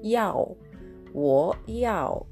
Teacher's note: やおというふうに上から下に一気に下がる音として発音してください。あおという二重母音になっています。やお、我やお。これで、あの、私は何々が欲しいです何々を必要としていますという意味になります。なので、えーと、レストランで何かを注文するとき、あるいはお店に入って何かを購入したいときに、えー、この「ウォーヤオ」というのを決まり文句として使うことができます。そして、えーと、とこれを一つお願いしますの一つに相当する言葉が「いいか」「いいか」という、えー、フレーズになります。これはですね、えー、漢字で書くと、まあ、日本語的にはですね、1個というふうに書きますね。あの、この個というのが、1個の個ですね、個数の個が、ちょっとあの中国語では、 · なります。やおというふうに上から下に一気に下がる音として発音してください。あおという二重母音になっています